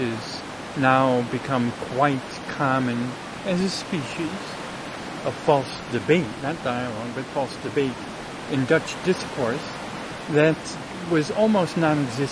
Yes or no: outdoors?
yes